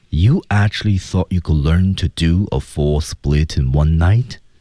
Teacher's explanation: do a full splitIn onenight，关键的停顿在后面，do a full split 一处，in one night 前面 in 的前面。那么这样的话呢，我们发现它停顿在后面，也就是整个语句的话，大家注意到没有？它其实不是特别特别的快，但它很有力量啊。那么我们看它的升降调的处理是最后的升调处理